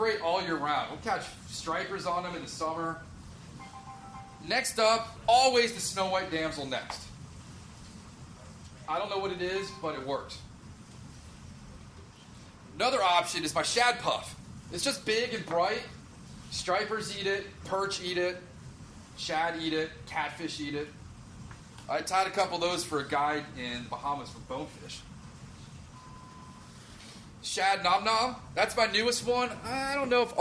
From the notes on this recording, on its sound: Gave a presentation at the Orvis store in Tysons, Virginia. This is the audio from the presentation.